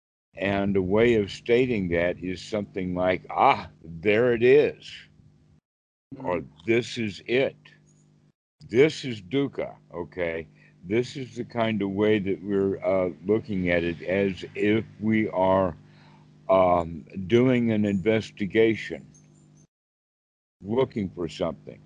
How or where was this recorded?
video call